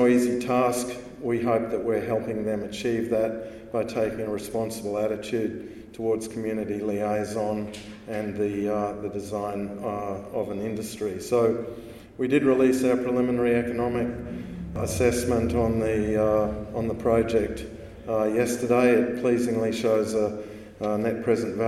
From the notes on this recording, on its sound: This podcast was recorded live at The Northern Miner's Canadian Mining Symposium held at Canada House at Trafalgar Square in London, U.K., in late May 2019.